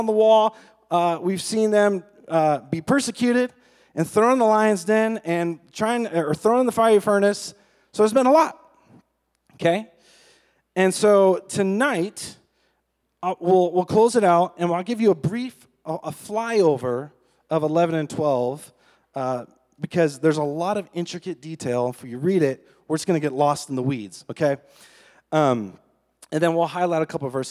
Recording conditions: large echoing room